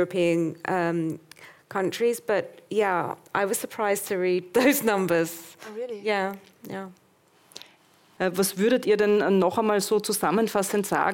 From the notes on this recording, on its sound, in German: Die hybride Veranstaltung ermöglichte nicht nur dem anwesenden Publikum, sondern auch Online-Teilnehmer:innen, an der Diskussion teilzunehmen und Fragen zu stellen.